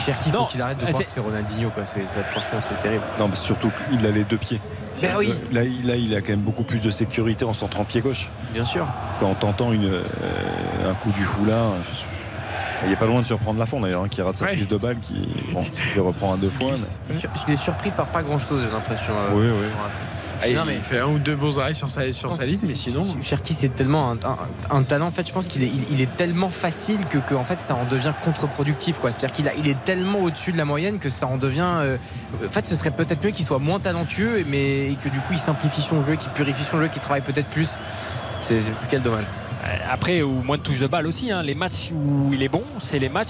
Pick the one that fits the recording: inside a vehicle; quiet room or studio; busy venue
busy venue